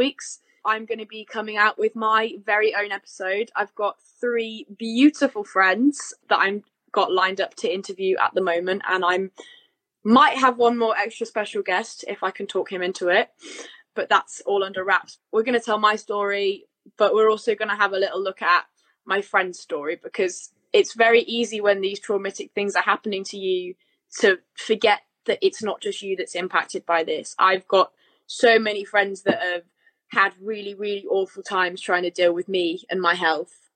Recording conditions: video call